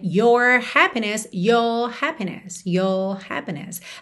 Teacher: Às vezes, especialmente no final de palavra, a gente acaba não enrolando esse R. · Term: R mais British